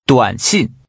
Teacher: The tones are falling, rising, and falling. Say text messages, or literally, short message. 短信。再问一次。